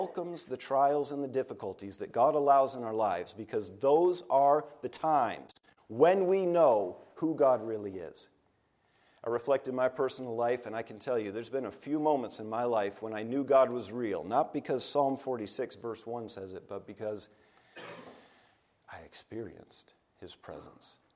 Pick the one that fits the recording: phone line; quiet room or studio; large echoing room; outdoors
large echoing room